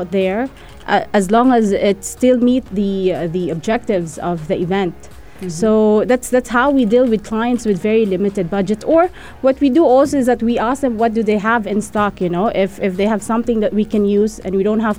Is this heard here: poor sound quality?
no